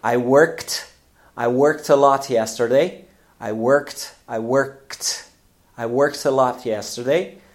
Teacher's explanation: So the verb work, to work, also, so spelled with a K at the end, obviously, and then the K, the last sound, is another voiceless sound